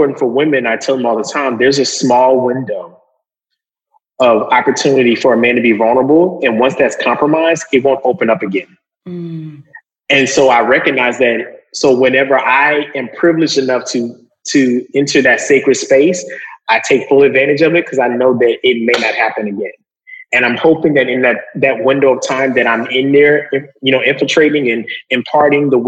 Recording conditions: video call